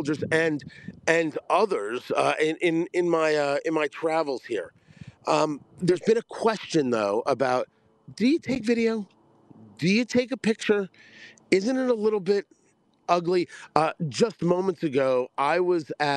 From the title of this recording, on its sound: report from the Re'im music festival massacre site